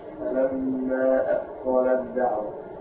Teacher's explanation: فين التاء؟ أضغمت ما عادش ليها أثر · Term: إضغام التاء في الدال